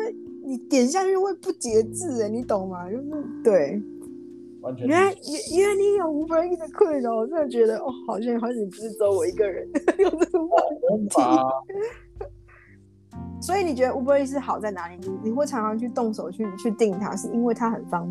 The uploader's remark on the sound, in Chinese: 因為第一次嘗試遠端兩人的錄製導致器材有一些音訊干擾